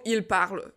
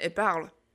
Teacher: pokud sloveso zase začíná na souhlásku, no tak v tento moment se to elko neříká vůbec · Shown in: second take · Neřeknu il parle, řeknu i parle.